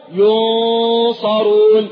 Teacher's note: فالنون وقع بعدها حرف الصاد، فهو ليس إظهارا، لا أقول ينصرون لأن ليس من أحرف الست، ولا هو إضغام فلا أقول يصرون لأن ليس من أحرف ستة بتاعت الإضغام يرملون، ولا هو إقلاب لأنه ليس باء، إذن هو إخفاء، فأقول ينصرون هكذا بغنة مقدارها حركتان